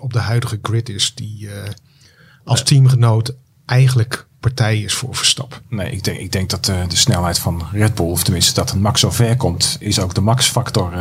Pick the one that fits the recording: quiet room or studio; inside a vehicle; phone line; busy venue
quiet room or studio